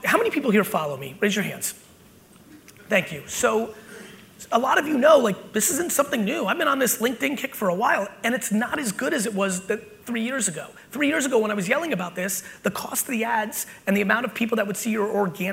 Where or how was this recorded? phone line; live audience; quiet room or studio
live audience